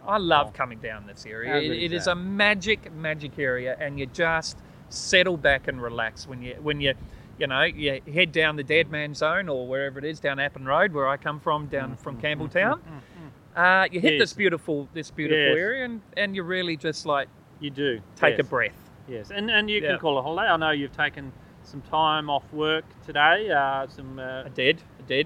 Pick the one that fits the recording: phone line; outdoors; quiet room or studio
outdoors